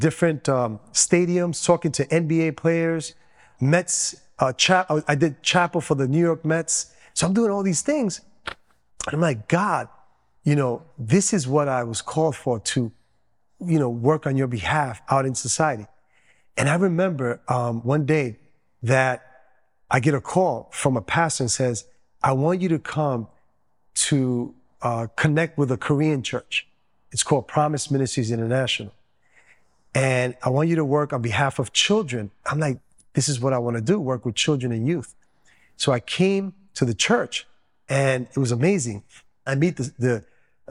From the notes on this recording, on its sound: Testimony Recorded at Promise Ministries International in Flushing, NY.